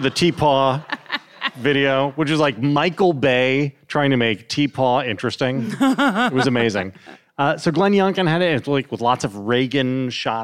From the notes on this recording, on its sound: LIVE from NYC. As part of The Bulwark's live event in NYC!